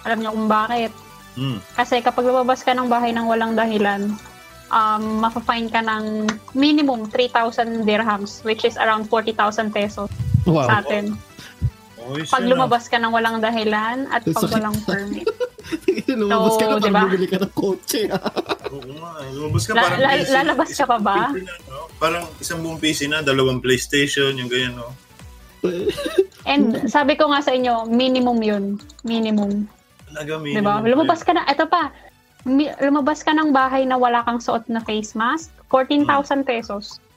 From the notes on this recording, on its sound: gathered separately in their homes on Discord